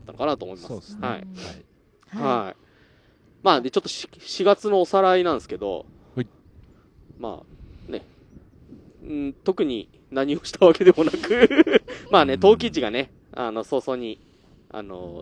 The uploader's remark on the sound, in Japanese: 屋外での収録のため、風の音やカエルの鳴き声等で御聞き苦しいところがあると思いますがご了承ください。益子のリアルな音を体感していただくため、あえてBGMを入れていません。